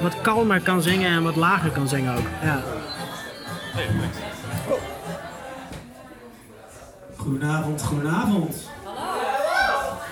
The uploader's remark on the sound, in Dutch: opgenomen in Café Peter Pan, 14 mei